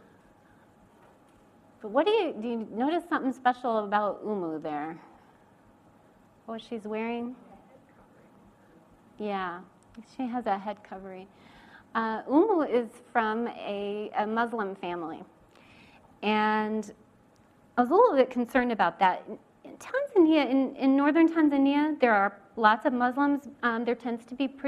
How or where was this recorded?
large echoing room